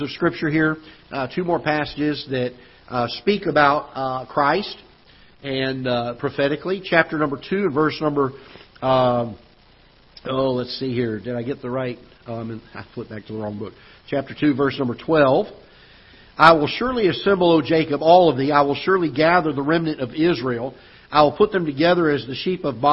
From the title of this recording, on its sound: Ketha Heights Baptist Church ~ Live Broadcast